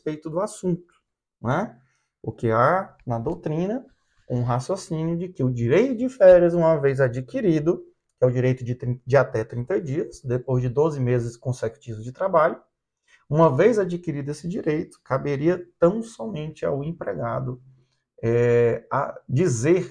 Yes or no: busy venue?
no